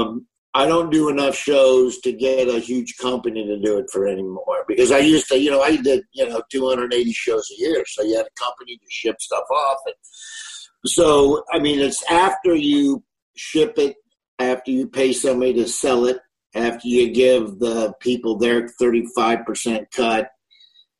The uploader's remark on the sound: From his kitchen in Nebraska to talk over Zoom.